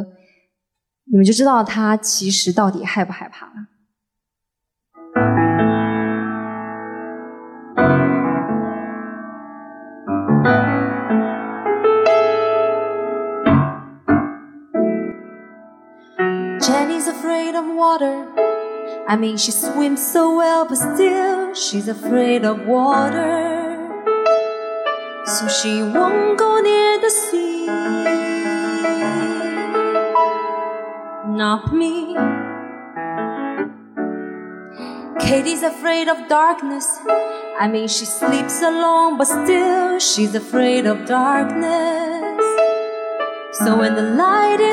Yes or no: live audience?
yes